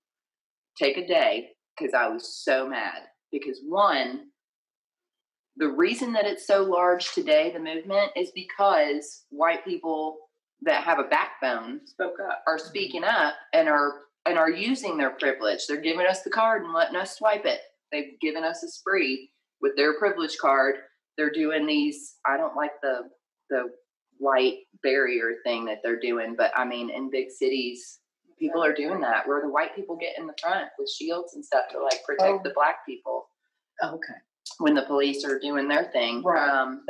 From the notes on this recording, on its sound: This is our second recording from back in 2020 so we apologize for the bad quality and an unexpected cut-off.